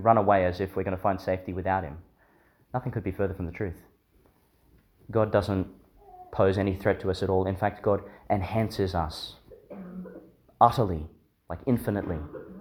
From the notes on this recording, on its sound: delivered in St Joseph's Church, Biloela, Qld.